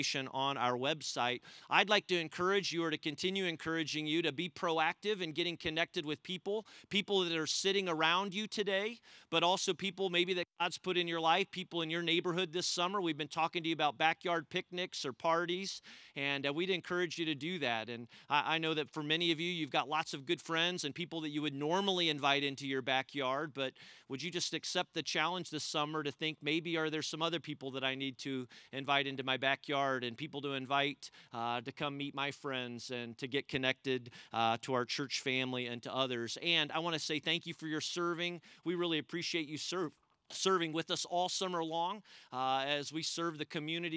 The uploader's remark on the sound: We gathered as one church outdoors at the Carmel campus